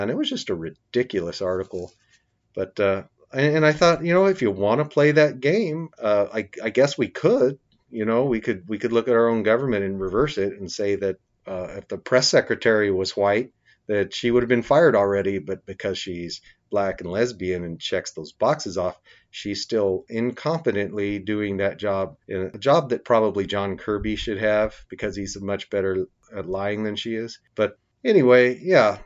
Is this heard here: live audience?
no